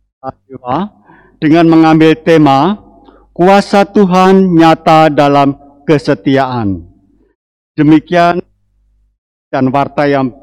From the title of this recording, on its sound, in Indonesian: LIVE] KEBAKTIAN MINGGU XX SESUDAH PENTAKOSTA